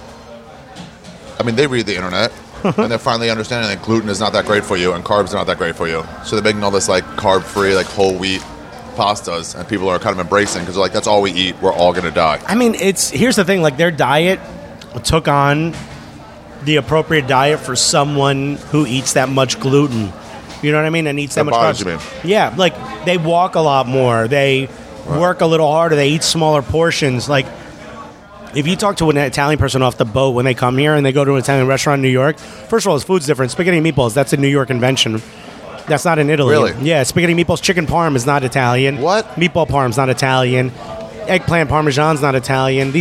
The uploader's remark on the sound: It's an on location style podcast through the streets of Manhattan and Brooklyn.